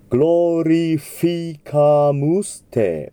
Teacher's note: 下唇の上に上の前歯を重ねます。そこから風を出したフィって音になります · Term: F の音